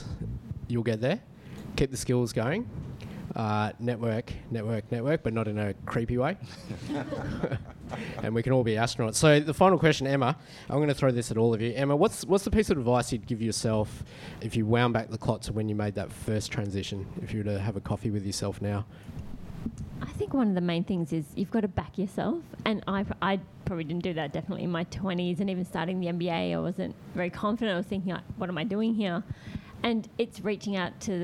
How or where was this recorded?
live audience